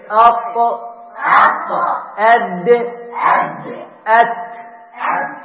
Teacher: بأصول الثنايا العليا، هذه الثنايا، الأسنان المقدمة تسمى الثنايا. أط أد أت، تخرج هذه الثلاث الأحرف من طرف اللسان مع أصول الثنايا العليا